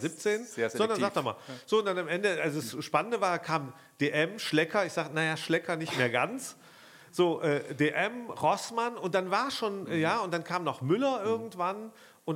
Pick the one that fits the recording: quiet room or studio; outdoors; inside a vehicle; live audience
live audience